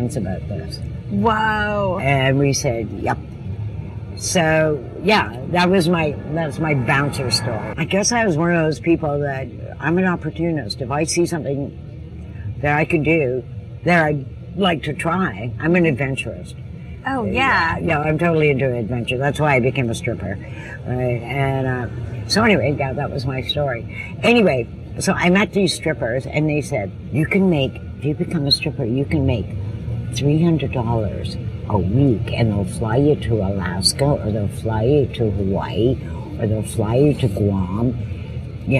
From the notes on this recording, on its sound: We are actually sitting outside and it sounds like we are sitting outside.